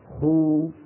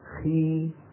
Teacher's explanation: خو فيها امتلاء للفم أكثر من خي. نعم، نظر العلماء رحمهم الله تعالى إلى حروف الاستعلاء بحسب حركاتها فقالوا كلها مفخمة إن كانت مفتوحة أو مضمومة أو مكسورة أو ساكنة.